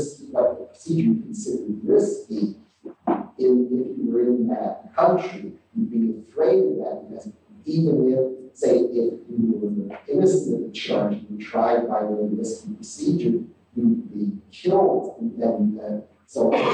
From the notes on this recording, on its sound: The current track has been improved with auto-processing; better audio track in preparation, with manually done tweaking… will replace the current track when ready. This lecture is from the 2008 meeting of the Property and Freedom Society.